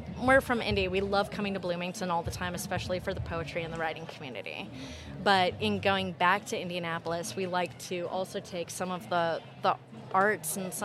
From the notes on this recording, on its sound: This year, Youth Radio took to the streets to ask attendees of the 2023 Granfalloon Festival. Along the way, they interviewed both people on the street, local artists and musicians and some participants in the festival itself. The extended edit of the episode that first aired on WFHB.